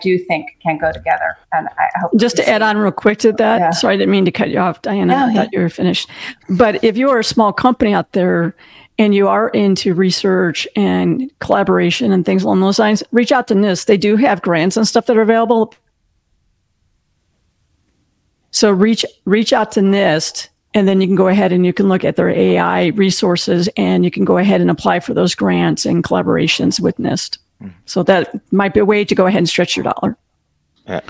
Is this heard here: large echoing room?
no